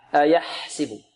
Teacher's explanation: الحاء هنا الهمس صفة الضعف، يعني لابد أن نوضحها